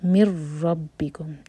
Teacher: میم کے بعد جو نون ہے وہ ایمٹی ہے، اس کے بعد ہے را، تو ہم میم کو را سے جوڑیں گے، یہ ہے ادغام بغیر غنہ کا. مر ربکم، اور را ہیوی اور با شدہ، مر ربکم.